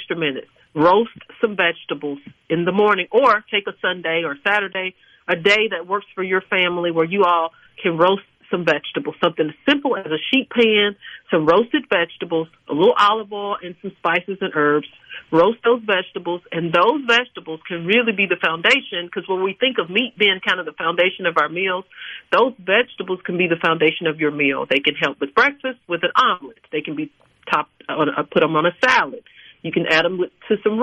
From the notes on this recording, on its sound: joins the conversation by phone